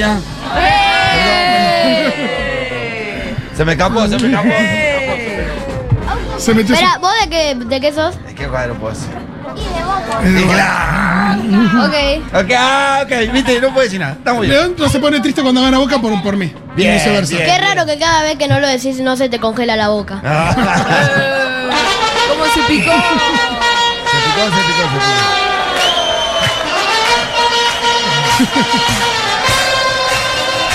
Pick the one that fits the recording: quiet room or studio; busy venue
busy venue